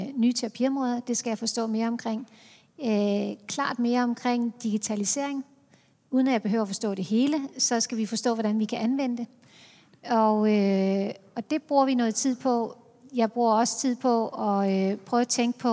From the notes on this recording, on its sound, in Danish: På scenen efter hendes oplæg, og interviewet udgives her som podcast.